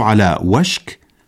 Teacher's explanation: التعبير على وشك لابد أن يقرأ بسكون الشين لا بفتحها